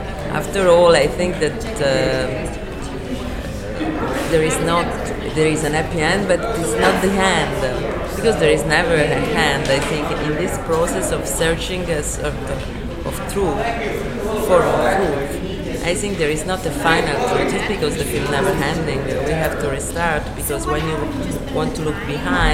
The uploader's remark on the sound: This interview was conducted on January 11, 2020 at the 31st Annual Palm Springs International Film Festival.